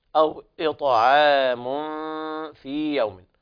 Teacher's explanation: أو إطعام، الطاء تفخم وكذلك حكمها القلقلة، أو إطعام في يوم، هنا إخفاء حقيقي لوقوع الفاء بعد التنوين